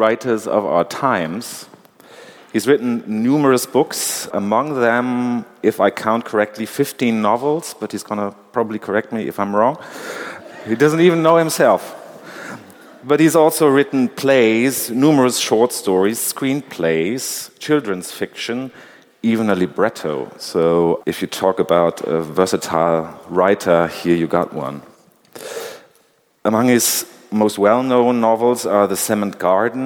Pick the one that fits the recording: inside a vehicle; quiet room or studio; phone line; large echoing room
large echoing room